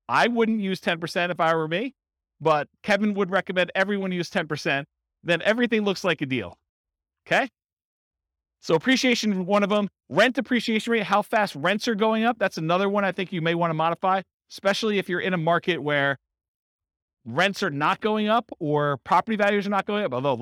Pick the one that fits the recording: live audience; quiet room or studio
live audience